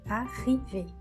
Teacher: nós temos arriver, som final V, e a sílaba forte então é o RI.